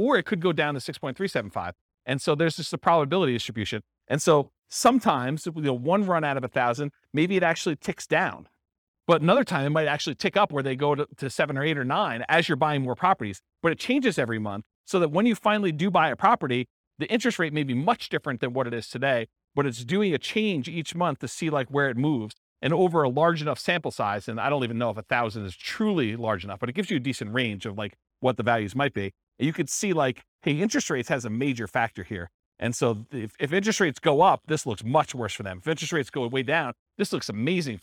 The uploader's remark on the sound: This was a live class recorded